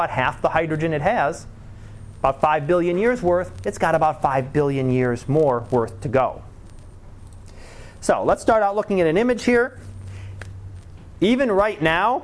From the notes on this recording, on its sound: Live Class Lecture.